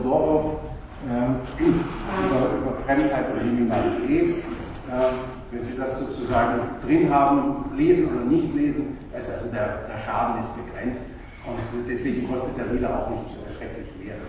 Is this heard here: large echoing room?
yes